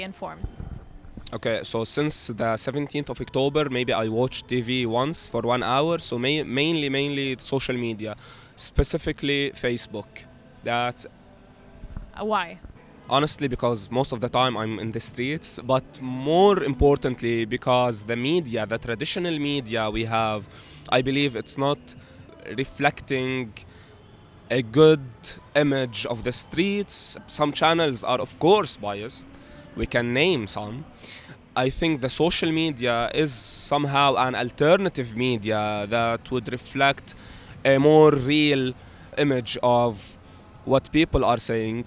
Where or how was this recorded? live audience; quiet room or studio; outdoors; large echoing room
outdoors